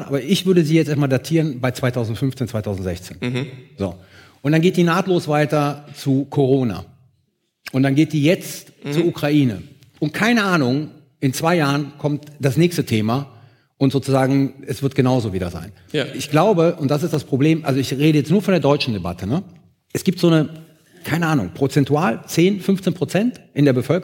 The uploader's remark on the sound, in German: Live in Berlin vor über 700 ZuschauerInnen in der Akademie der Künste.